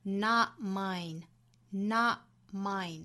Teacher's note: Not 后面的 t 的音略掉